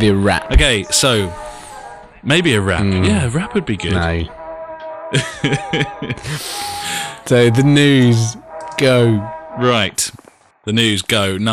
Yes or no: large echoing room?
no